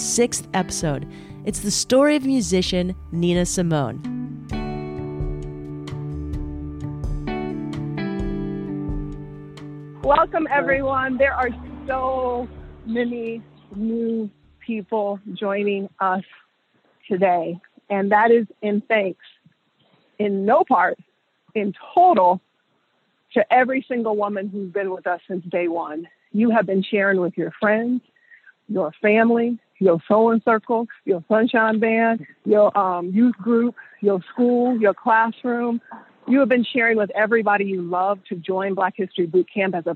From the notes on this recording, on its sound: hop on the phone and take a walk